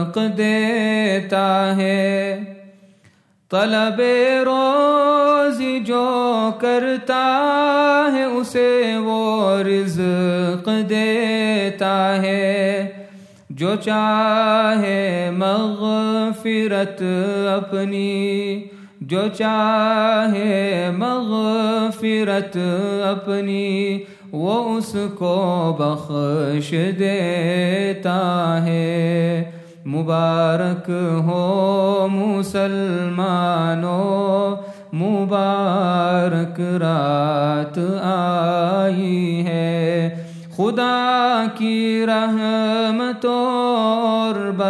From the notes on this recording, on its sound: at the Houghton Masjid (West Street)